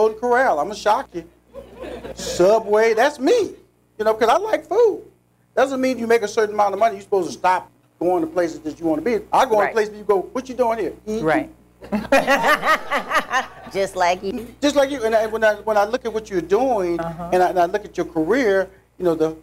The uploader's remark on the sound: Taped in front of a live audience